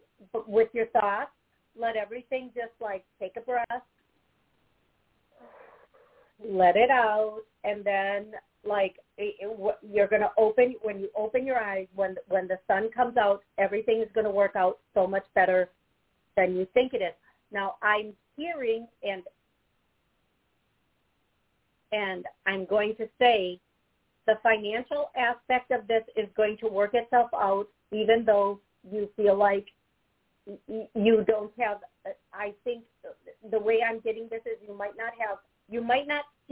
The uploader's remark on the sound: LIVE CALL